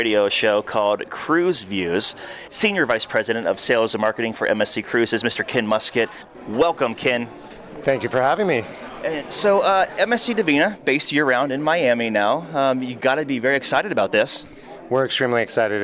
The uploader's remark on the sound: MSC Divina On Location Broadcast